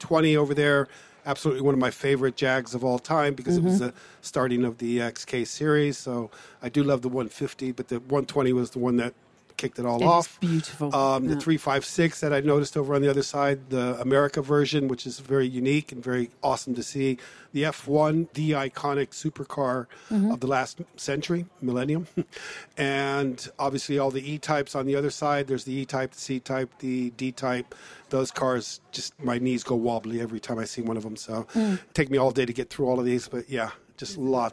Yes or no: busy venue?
yes